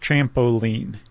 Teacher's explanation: So it's stressed, unstressed, stressed, like trampoline. · Term: cretic